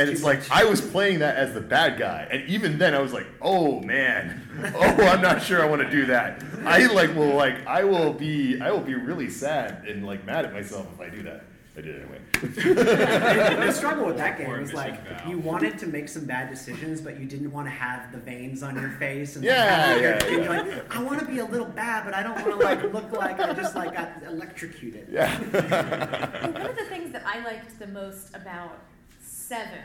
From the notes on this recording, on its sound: Live Show in Arlington. Gathered at the Arlington library in Virginia. This was a live show in front of an audience.